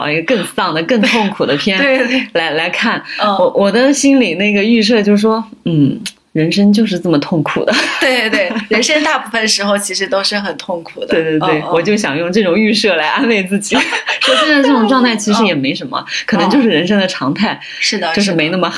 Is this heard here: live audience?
no